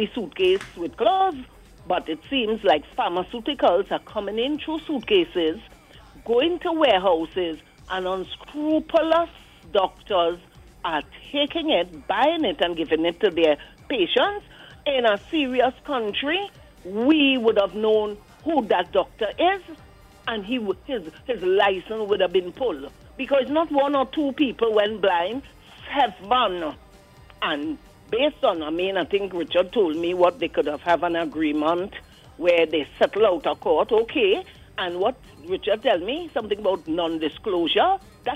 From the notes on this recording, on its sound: During this hour we take calls from our audience